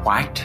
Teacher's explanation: My favorite thing about Bob Ross's voice has to be the way he pronounces the word white with the H in front of the W. White?